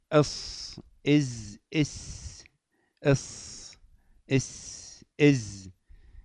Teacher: المخرج التاسع وهو طرف اللسان أيضا وفوق الثنايا السفلى، يعني أطراف الثنايا السفلى، يخرج الحروف الصفيرية إص إز إس إص إس إز جميعا من طرف اللسان مع أطراف الثنايا السفلى، فوق الثنايا السفلى.